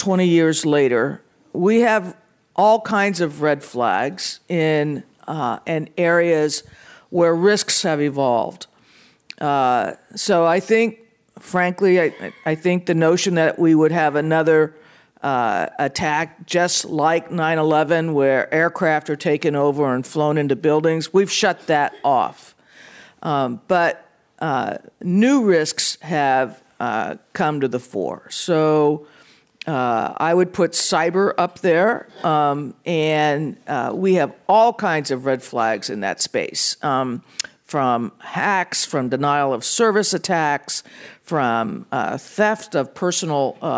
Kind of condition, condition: setting, live audience